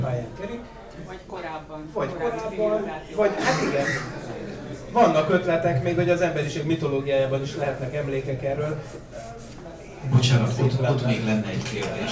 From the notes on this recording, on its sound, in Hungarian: A Kapcsolatfelvétel napján tartott Ürszekerek közösségtalálkozón